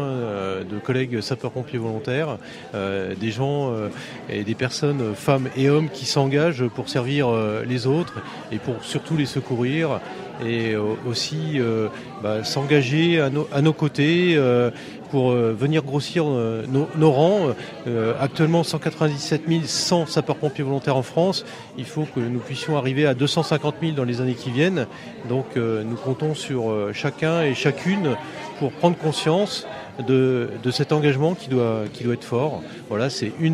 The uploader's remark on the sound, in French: RCF en direct de la 76e Foire de Châlons.